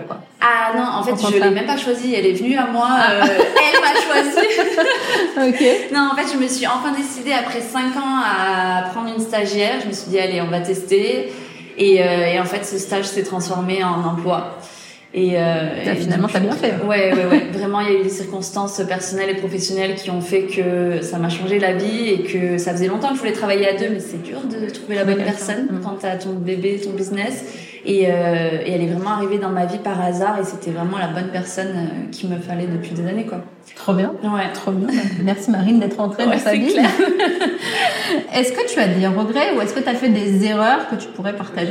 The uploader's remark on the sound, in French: On se retrouve aujourd’hui pour un nouvel épisode dédié au festival Andy ! Je me suis déplacée sur le Festival et j’ai interviewé plusieurs prestas qui exposaient. Tu entendras d’ailleurs l’effervescence qu’il y avait autour de nous.